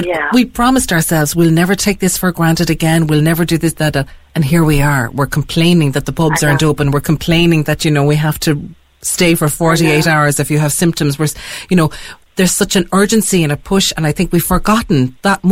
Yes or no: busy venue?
no